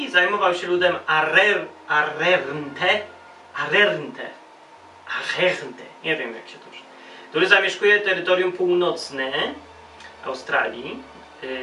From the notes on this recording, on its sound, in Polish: audio z kolei jest tak słabej jakości z powodu małego awaryjki związanej z rejestratorem i bateriami.